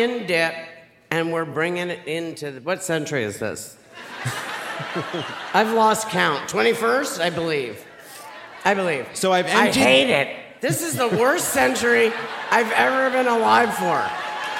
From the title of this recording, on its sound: Live from Seattle!